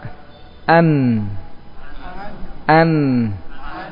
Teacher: Nun itu makhrajnya adalah ujung lidah ditempelkan, ya, dengan gusi atas.